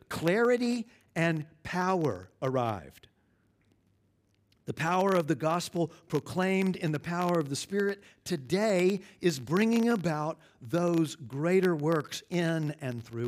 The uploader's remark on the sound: at Covenant Hope Church in Dubai, UAE